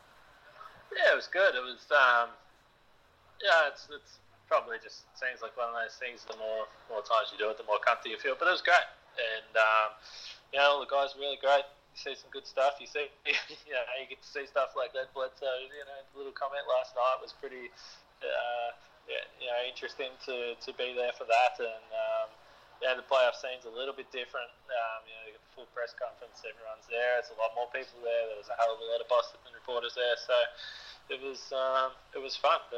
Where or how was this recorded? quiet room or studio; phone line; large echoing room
phone line